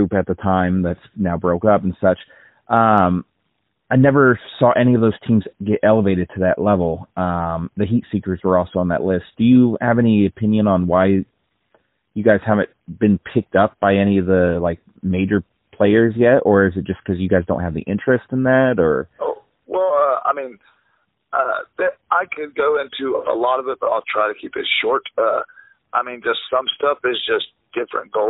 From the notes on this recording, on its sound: This episode features a phone chat